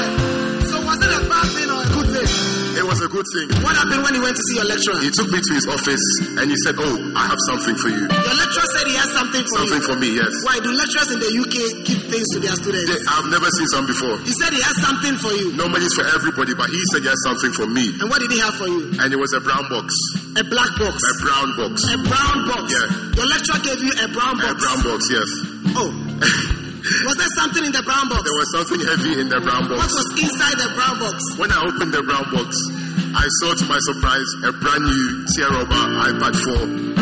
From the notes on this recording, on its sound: Preached at the First Love Church, Accra.